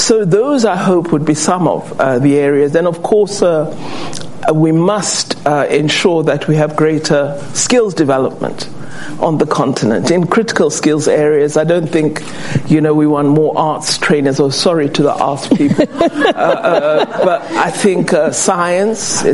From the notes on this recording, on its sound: Takes questions from members of the Council on Foreign Relations in Washington DC